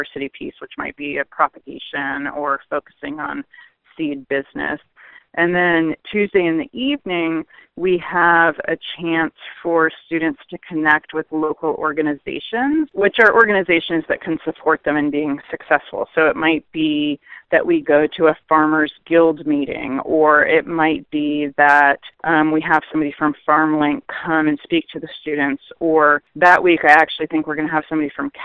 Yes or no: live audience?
no